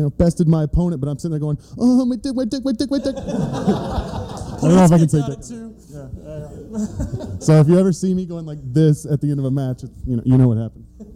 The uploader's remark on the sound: LIVE at The FEST 16!!! From a theatre inside the monumental Hippodrome in Gainesville, Florida as part of The FEST 16, the biggest and best punk rock festival on Earth! In front of a live audience as part of a block of podcast-performers. It's quite a lively panel with a load of fun questions and personal answers.